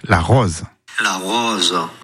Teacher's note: en provençal, lorsqu'il ne porte pas d'accent graphique, le O se prononce comme un O ouvert.